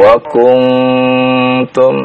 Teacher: Aya'idukum annakum idza mittum wa kuntum turabba. Wa kuntum, nun sukun bertemu dengan ta ikhfa